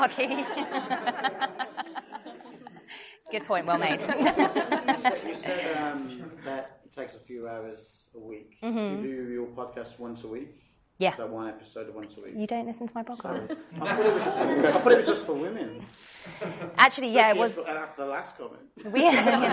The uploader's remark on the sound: Episode I recorded live from Traverse 18 in Rotterdam.